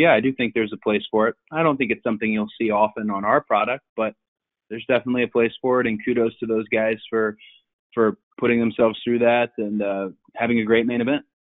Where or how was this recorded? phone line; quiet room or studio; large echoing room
phone line